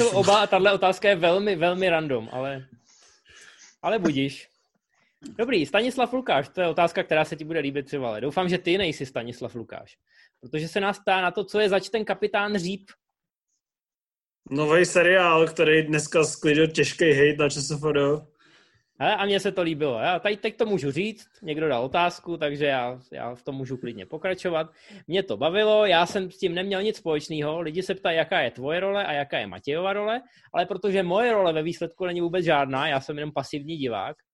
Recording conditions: video call